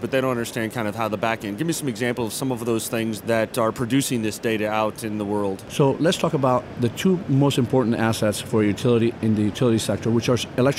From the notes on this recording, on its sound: Recorded at SAPPHIRE NOW 2016.